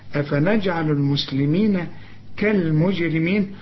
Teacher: وكل الحروف دي مرققة بما فيهم الراء لأن الراء المكسورة مرققة